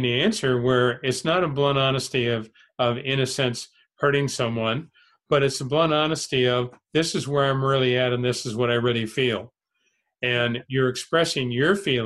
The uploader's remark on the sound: held online via zoom